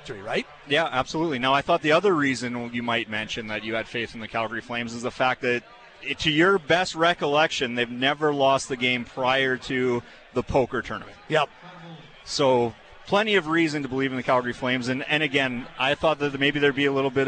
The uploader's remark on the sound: live from the Deerfoot Inn & Casino for the Flames Ambassadors' Celebrity Poker Tournament